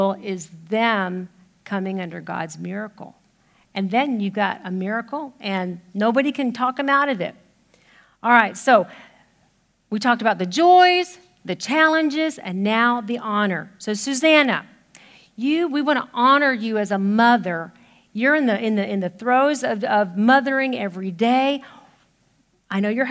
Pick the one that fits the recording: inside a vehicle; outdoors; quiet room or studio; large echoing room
large echoing room